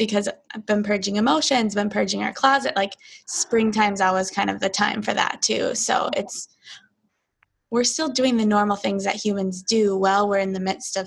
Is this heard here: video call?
yes